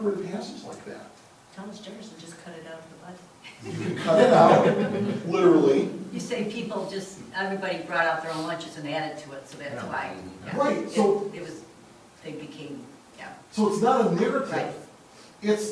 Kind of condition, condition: setting, live audience